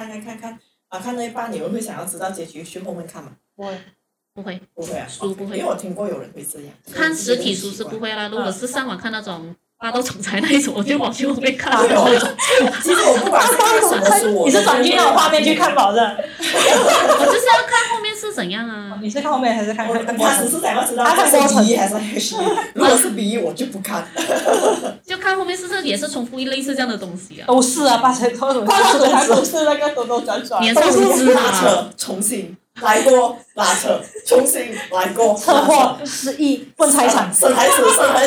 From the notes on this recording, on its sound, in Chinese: 虽然我们的音质和器材还没很atas